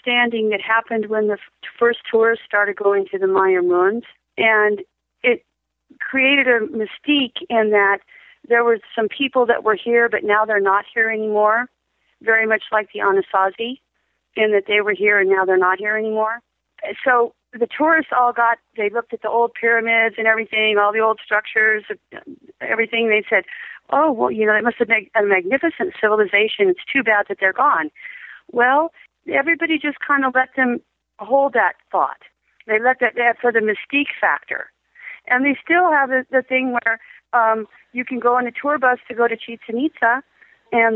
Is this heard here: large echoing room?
no